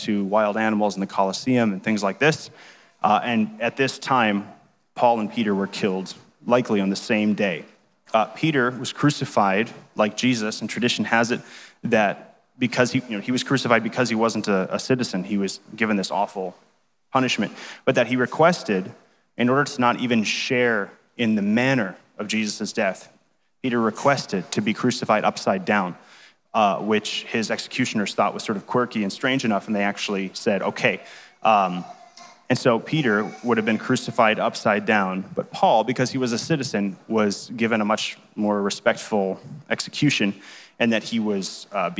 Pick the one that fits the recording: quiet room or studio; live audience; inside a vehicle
live audience